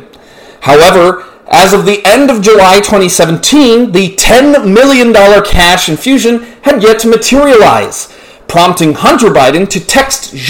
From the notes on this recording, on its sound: The sound quality is poor, but we are working on fixing these never ending sound issues, thank you for your patience!